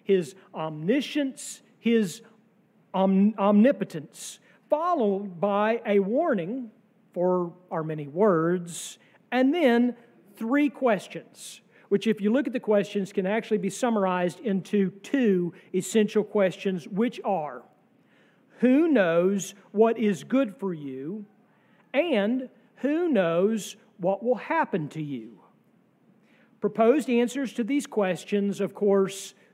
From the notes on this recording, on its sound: sermon from our worship service